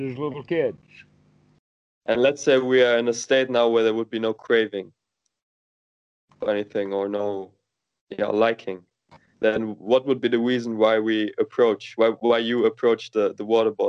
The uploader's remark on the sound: skype calls on this channel